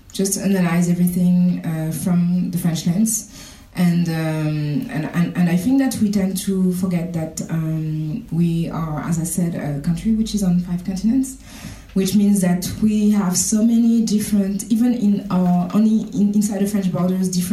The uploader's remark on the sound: This episode is a recording from the June 12th panel discussion at The American Library in Paris